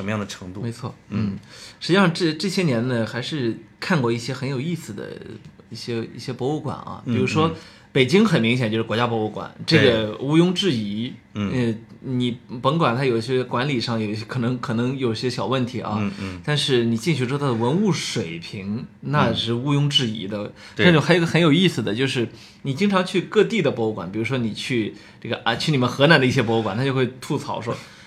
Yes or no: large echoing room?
no